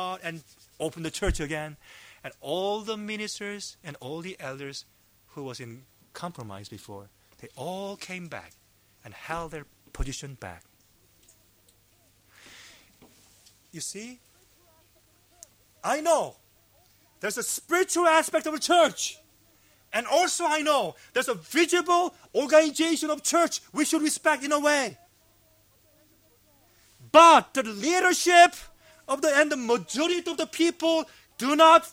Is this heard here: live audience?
yes